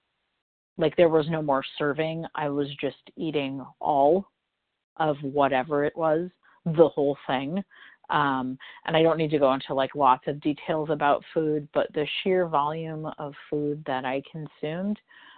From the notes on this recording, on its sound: from the 100 Pounders Phone Meeting on 12/14/20